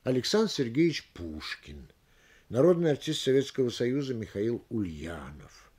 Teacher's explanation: Все такие словосочетания произносятся с ударением на последнем слове. Говоря точнее, их нужно произносить как единое речевое звено, по возможности без пауз, равномерно распределяя логическую нагрузку на все слова с отяжелением последнего слова.